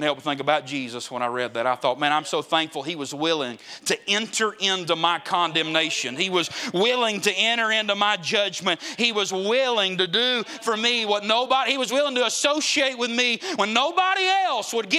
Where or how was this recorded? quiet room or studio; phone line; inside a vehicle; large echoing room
large echoing room